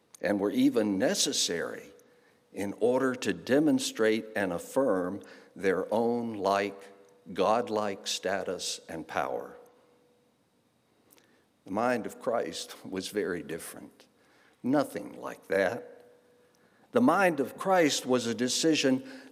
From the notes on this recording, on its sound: guest preacher at Home Moravian Church, Winston-Salem, NC